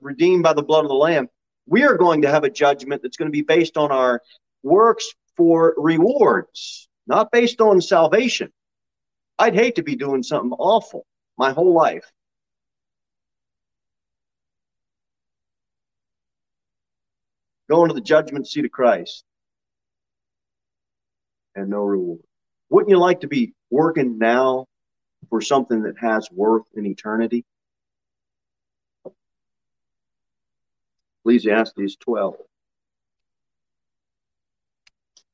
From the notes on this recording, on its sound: Sermon delivered at Pilgrim Baptist Church on Sunday, March 20, 2022 at 11:15 am.